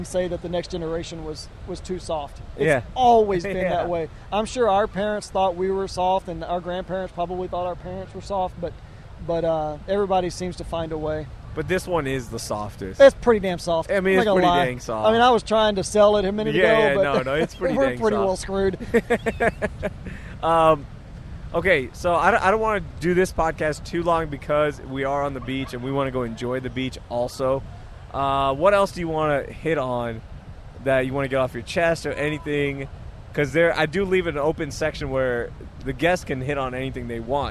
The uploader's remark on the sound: LIVE from Bolivar. Sit down live from the beach.